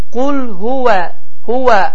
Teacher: İngilis dilində olan vay səsinin oxşarıdır və dodaqlar, yəni dişlər dodaqlara toxunmur və gönçəvari şəklini alır. · Term: vav